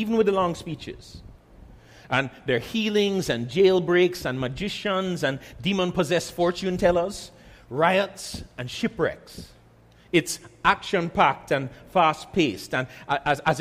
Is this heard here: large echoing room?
yes